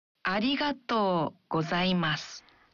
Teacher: Dalam mengucapkan arigatou, bunyikan vokal O dalam TO satu ketuk lebih panjang